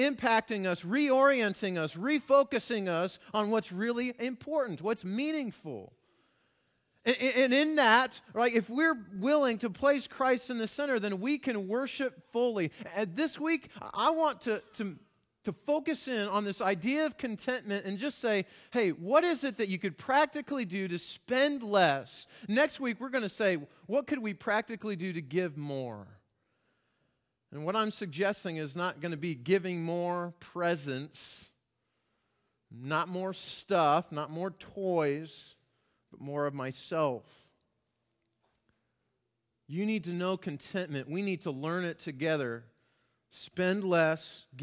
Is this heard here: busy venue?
no